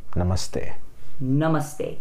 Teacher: So you kind of emphasize the ma.